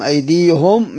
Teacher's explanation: ايديهم بيقراها سيدنا يعقوب بضم الهاء، أيديهم أنها ضمير وقع، ضمير جمع مذكر، فبيقرأ بالضم أيديهم